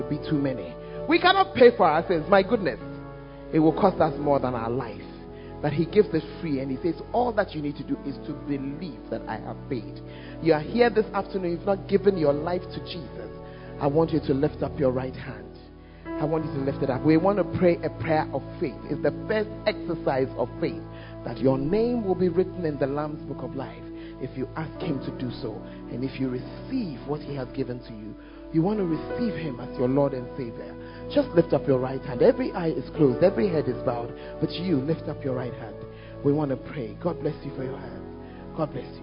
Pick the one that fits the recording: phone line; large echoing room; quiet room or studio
large echoing room